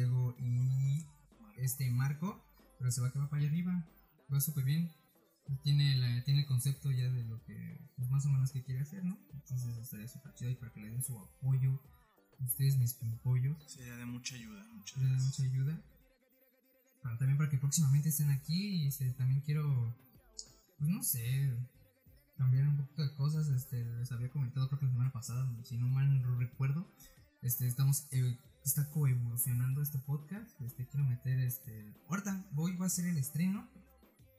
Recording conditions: poor sound quality